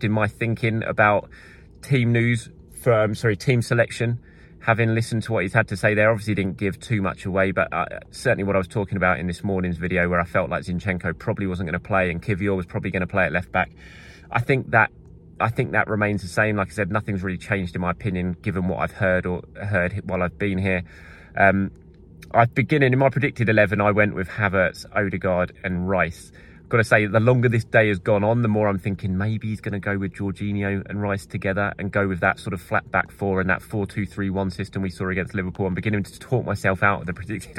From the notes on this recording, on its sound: I report from the Arsenal training ground